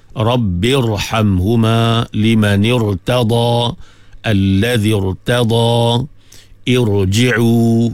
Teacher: Kasrah tu kasrah aridi, kasrah yang baru, kasrah yang mendatang. Maka kasrah yang mendatang ini, kasrah yang baru, aridah atau kasrah aridi ini, kita tebalkan ra.